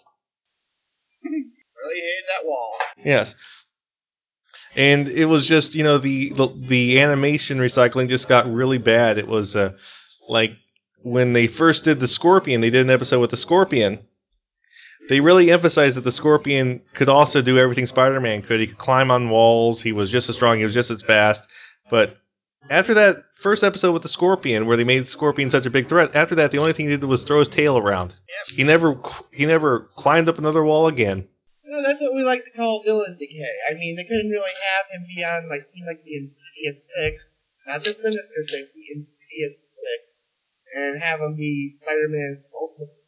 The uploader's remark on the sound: we apologize for the bad audio glitches.